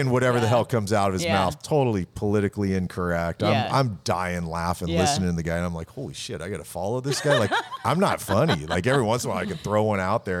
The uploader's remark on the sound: Recorded at Autotopia LA